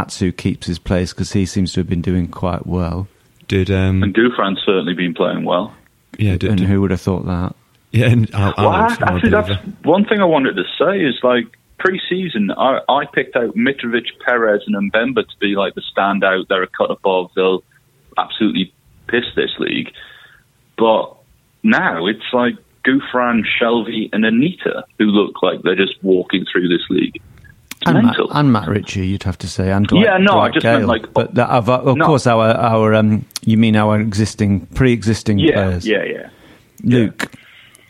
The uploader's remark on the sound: on the phone